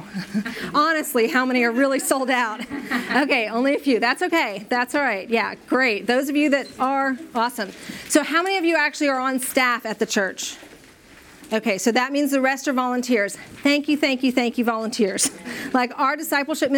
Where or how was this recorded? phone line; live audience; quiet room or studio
live audience